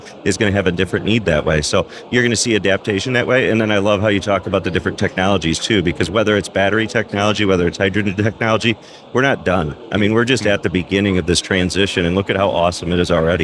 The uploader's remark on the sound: We are live from AWS re:Invent 2023 in Las Vegas, direct from the Expo floor